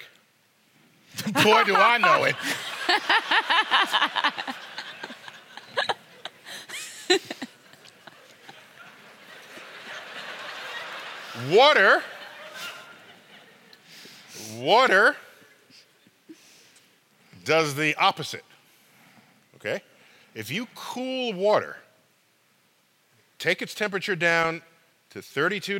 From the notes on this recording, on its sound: Playing with Science at BAM. Record live at “StarTalk at BAM: Science is Everywhere.”